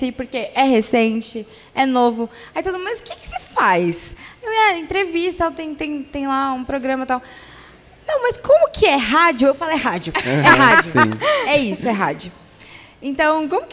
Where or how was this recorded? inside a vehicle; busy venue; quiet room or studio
busy venue